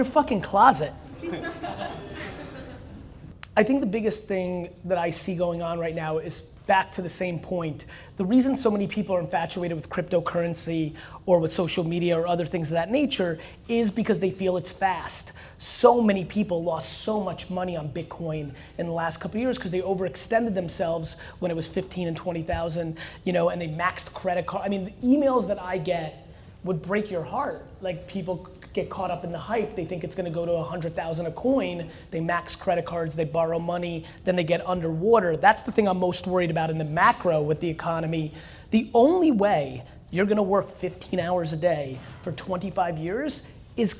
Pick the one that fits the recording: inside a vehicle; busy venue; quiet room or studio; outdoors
busy venue